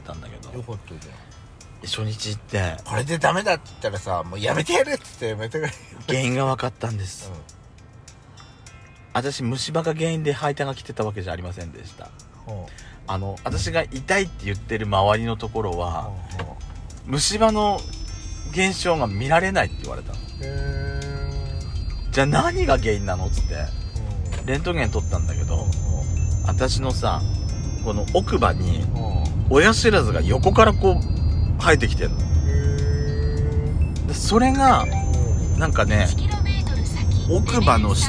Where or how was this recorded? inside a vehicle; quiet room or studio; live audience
inside a vehicle